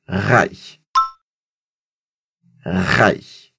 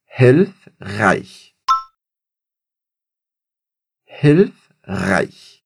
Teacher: aqui a gente tem aquele som bem chiadinho de CH, tá ok? como se fosse o gato chiando.